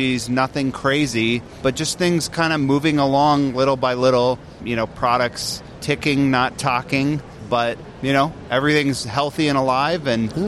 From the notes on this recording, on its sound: Talk live from the show floor at CES 2020.